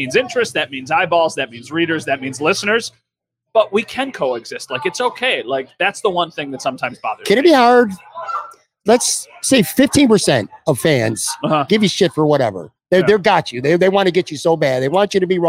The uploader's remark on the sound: LIVE From Imperial Series. A sit-down conversation taped live from Imperial Pizza in South Buffalo. Thank you again to Imperial Pizza (1035 Abbott) for hosting this live series.